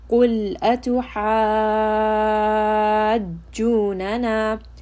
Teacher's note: So because of the shadda, or that small scene, we are going to pull for six counts. · Term: six-count mud